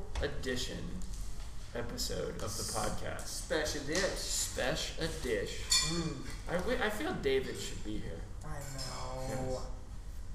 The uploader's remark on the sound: we record from Burg's Hair Parlour